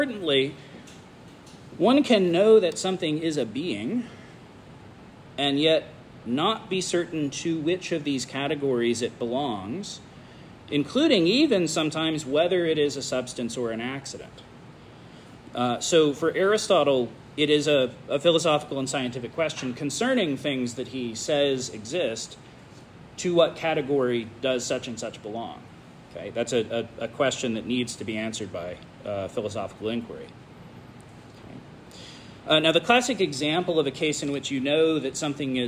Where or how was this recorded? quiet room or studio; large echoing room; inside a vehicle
large echoing room